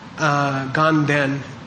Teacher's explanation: there's no N in the word Ganden, Gan. It's just a prenasal before the next D.